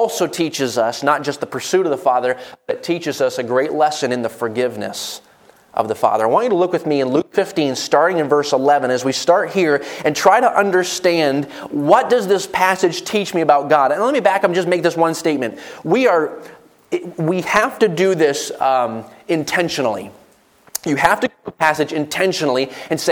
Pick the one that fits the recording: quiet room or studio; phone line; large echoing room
large echoing room